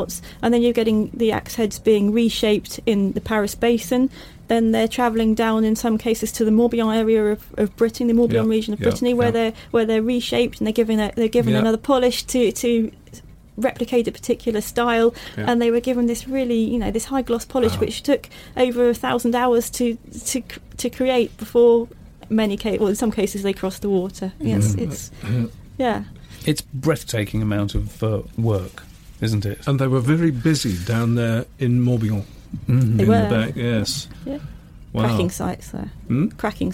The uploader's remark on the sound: we recorded the interview in the saloon of a 43 ft sailing boat in Southampton marina